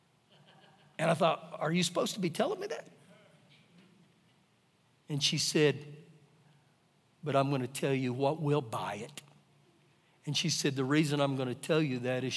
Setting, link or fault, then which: setting, live audience